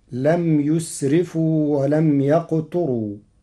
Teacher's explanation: قرأ ورش كلمة ولم يقتروا بضم الياء وكسر التاء وترقيق الراء فتصير ولم يقتروا، وكان بين ذلك قواما على أنه من أقتر بمعنى ضيق على نفسه.